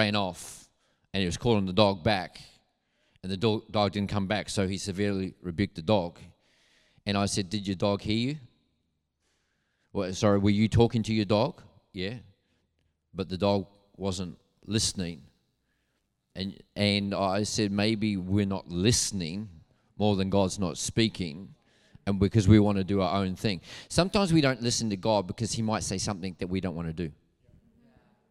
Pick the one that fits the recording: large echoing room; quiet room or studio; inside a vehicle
large echoing room